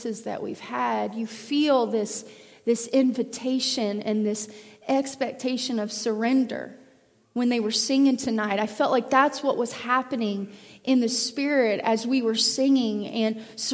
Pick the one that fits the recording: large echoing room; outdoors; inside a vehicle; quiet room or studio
large echoing room